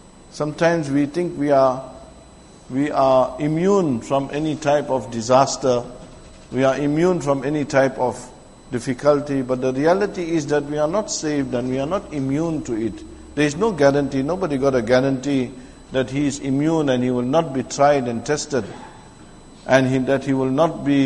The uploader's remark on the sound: Jumuah lecture at Masjid e Tazkiyah